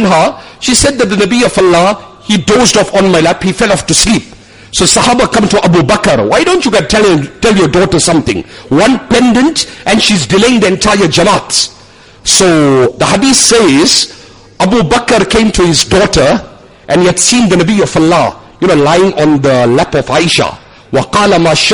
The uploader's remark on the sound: Jumuah lecture at Umhlanga Masjid